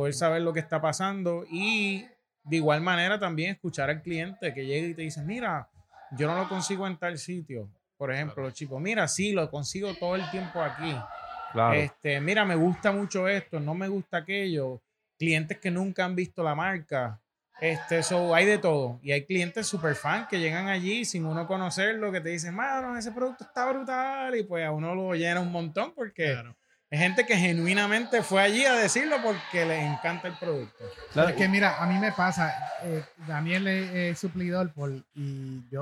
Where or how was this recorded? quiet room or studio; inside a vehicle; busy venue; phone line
busy venue